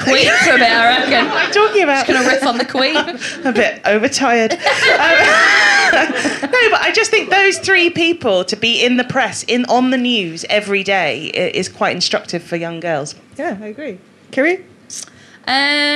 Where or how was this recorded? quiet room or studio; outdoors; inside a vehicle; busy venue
busy venue